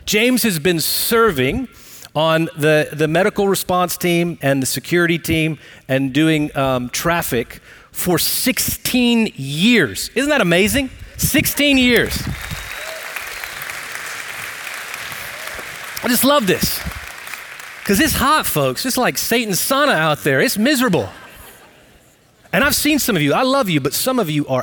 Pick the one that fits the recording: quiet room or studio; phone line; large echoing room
large echoing room